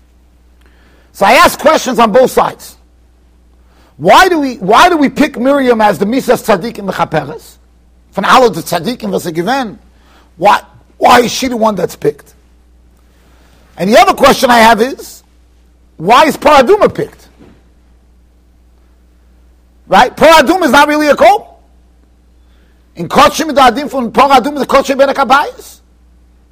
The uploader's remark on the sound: Shiur recorded in Yeshivas Ohr Reuven, Monsey NY.